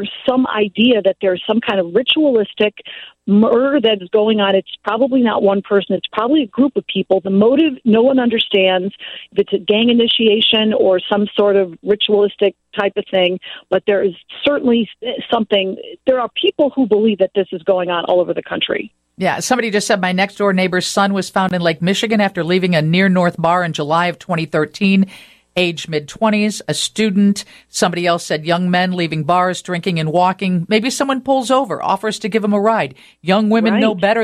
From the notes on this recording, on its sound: answers listener questions from the phone and text line